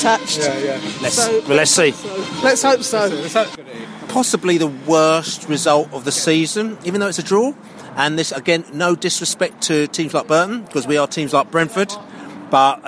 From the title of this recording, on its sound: post-match podcast from the pub